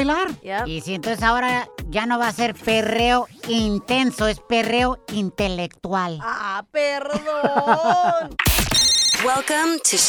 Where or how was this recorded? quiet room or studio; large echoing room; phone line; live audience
phone line